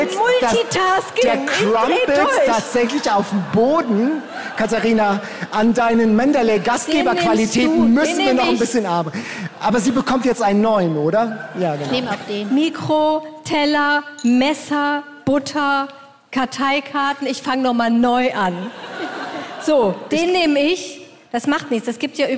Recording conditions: busy venue